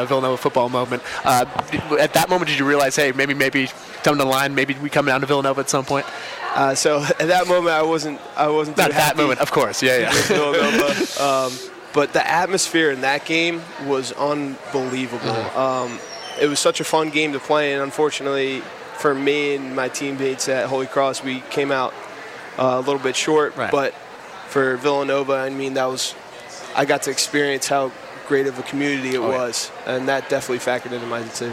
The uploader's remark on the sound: WXVU broadcasted live from the Connelly Center for the 15th annual Get In The Game-Be The Match bone marrow stem cell registry initiative, hosted by the Villanova University Wildcats football team.